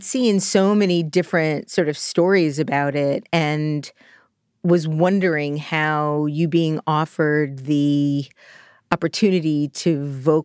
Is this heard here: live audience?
no